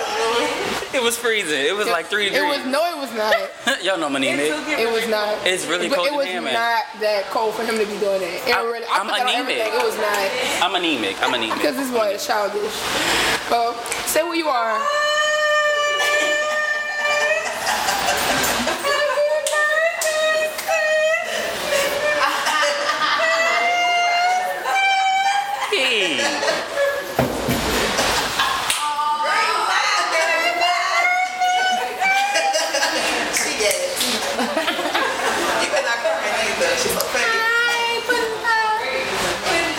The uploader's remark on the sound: We also kicked off the First Sunday Funday of the Year at Taste Lounge, so please bare with the increased background noise.